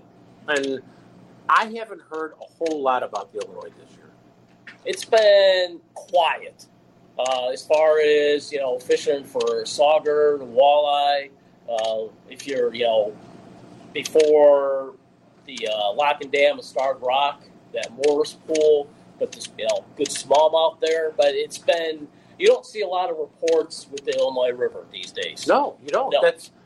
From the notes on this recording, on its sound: live from Paul's Pizza and Hot Dogs